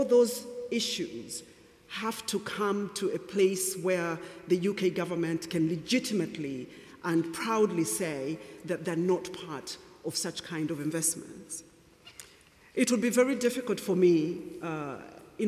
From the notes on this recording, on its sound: Listen to an edited recording of the event on this week’s podcast.